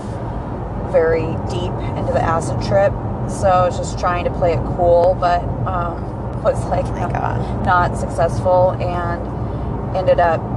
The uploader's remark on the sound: We are so sorry it was recorded in a car. This was our very first recording experience, and we were slightly hungover...